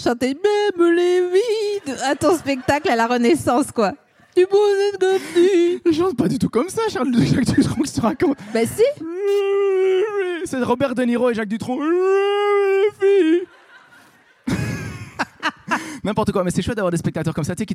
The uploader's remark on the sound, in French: enregistré en février 2022 à la Scala Paris